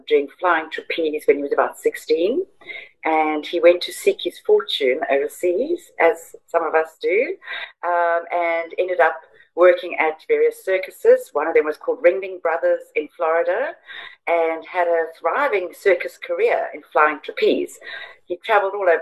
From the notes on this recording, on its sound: I got on a Zoom